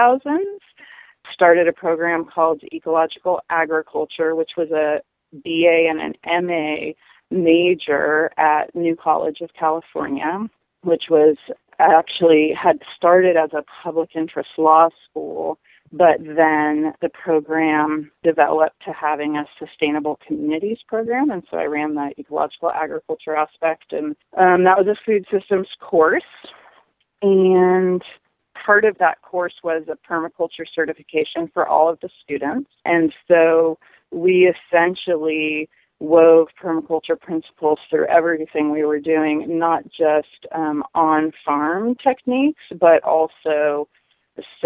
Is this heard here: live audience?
no